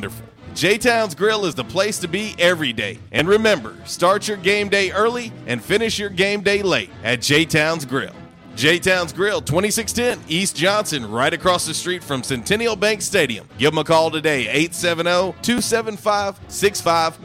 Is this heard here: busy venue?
yes